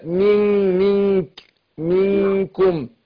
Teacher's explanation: أنا هنا رقق الغنة مش هفخمها